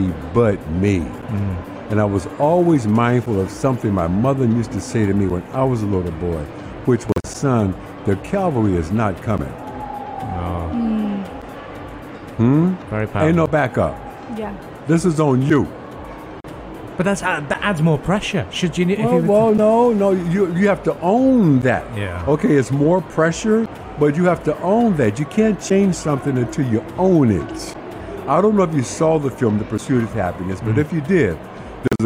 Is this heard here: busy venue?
yes